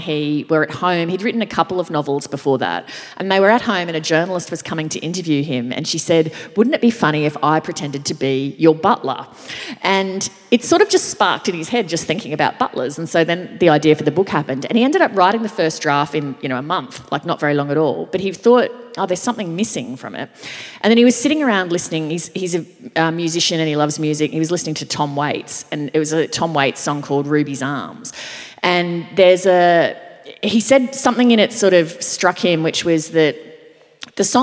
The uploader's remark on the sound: perform live on stage